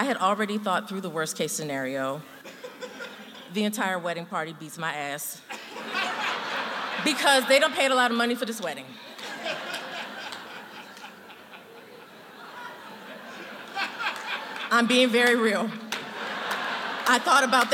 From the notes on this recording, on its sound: true stories told live on the Story District stage